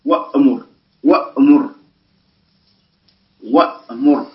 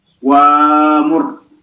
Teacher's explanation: حركة ما قبلها هي الفتحة التي على الواو. إذا الفتحة تنقلب هذه الهمزة الساكنة ألفا · Shown in: second take · Term: يبدل